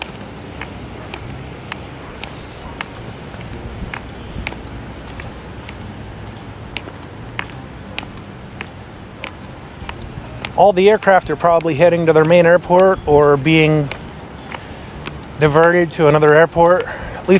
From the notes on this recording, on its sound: Fast flying Airbuss, loud bird, impending storm. Also, we hear a very fast flying Airbuss, and a loud bird.